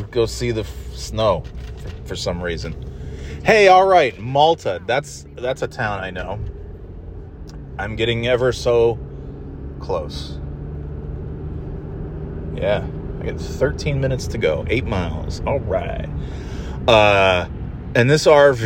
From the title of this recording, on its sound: Driving to NY in Snow